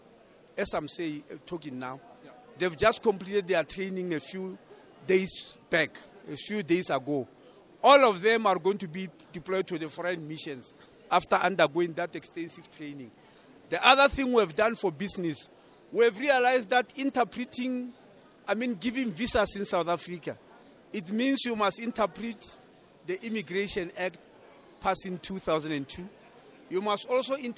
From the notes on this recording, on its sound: Speaking on the Sidelines of the 5th South Africa Investment Conference at the Sandton Convention Centre